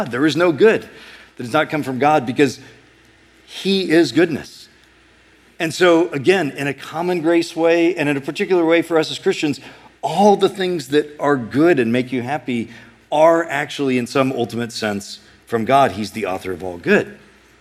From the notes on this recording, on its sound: A sermon preached at Sojourn East